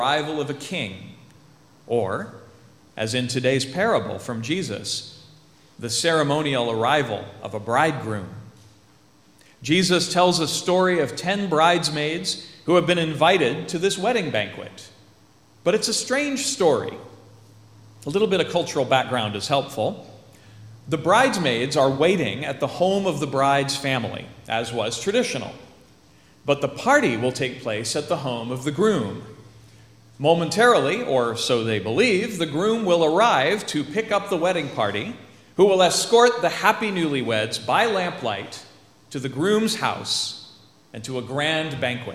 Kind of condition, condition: setting, large echoing room